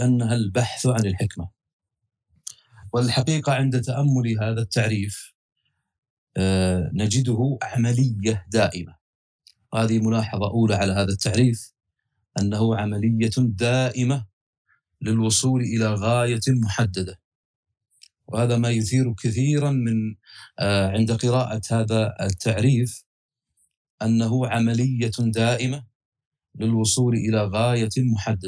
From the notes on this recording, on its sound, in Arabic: تسجيل لدروس عوالم الفلسفة على مساحات تويتر